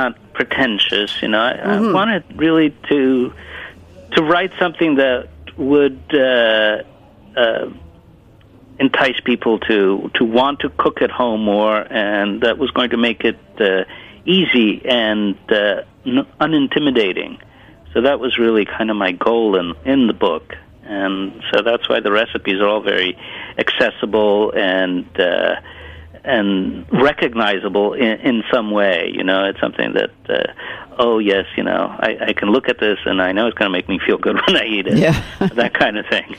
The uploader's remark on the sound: Is on the phone.